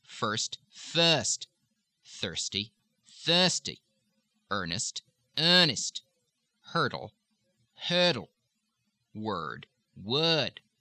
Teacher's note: When you have an er sound at the beginning or middle of a word, like earnest and first and worm, this is again similar to the British pronunciation the lips slightly forward, but focused through the nose for the Australian